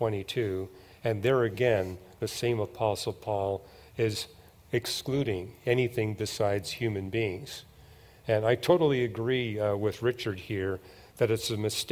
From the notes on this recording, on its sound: These were just a few of the questions addressed at the Question and Answer time at the 2023 Evidence and Answers Conference.